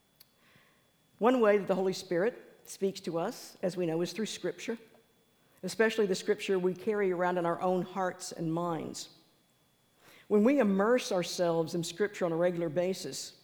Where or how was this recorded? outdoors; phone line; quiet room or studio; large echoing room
large echoing room